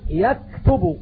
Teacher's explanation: المخرج الثاني مخرج الكاف، ومخرج الكاف من أقصى اللسان من جهة أسفل